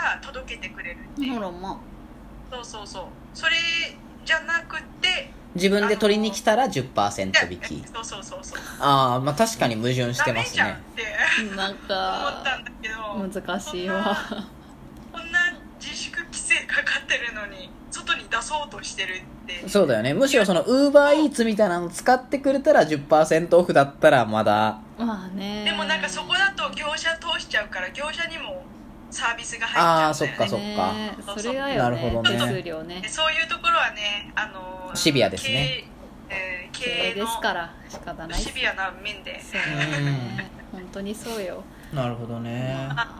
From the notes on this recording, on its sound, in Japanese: LINE電話でのやりとりなので、声が遅れたり音質が悪いことがありますので、ご了承ください。